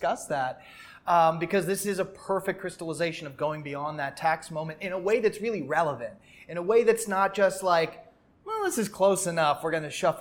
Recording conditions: busy venue